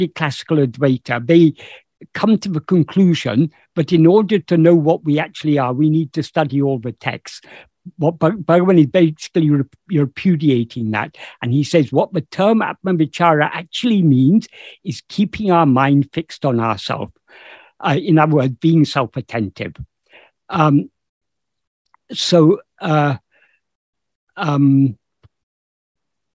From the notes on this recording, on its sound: In a Zoom meeting with the San Diego Ramana Satsang